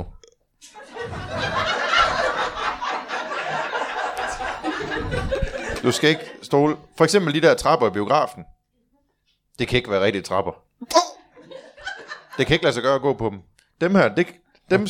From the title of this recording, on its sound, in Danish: LIVE fra Kolding